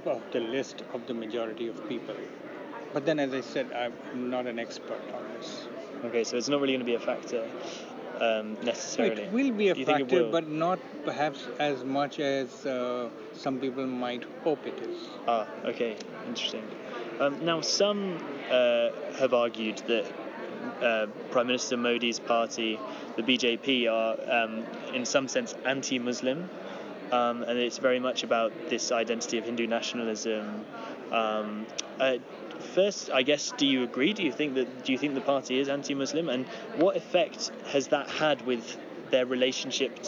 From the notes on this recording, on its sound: speaks to us from the International Studies Association conference in Toronto